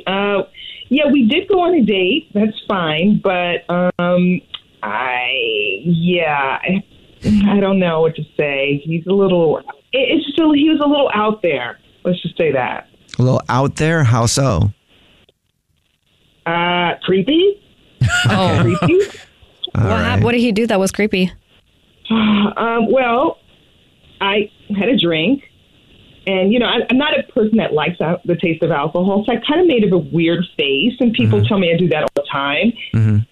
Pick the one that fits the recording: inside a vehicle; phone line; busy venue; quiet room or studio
phone line